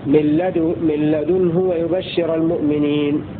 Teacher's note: ضم الدال وسكن النون وضم الهاء